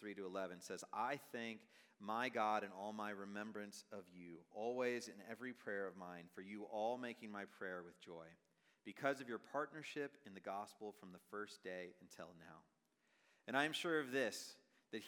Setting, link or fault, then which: setting, live audience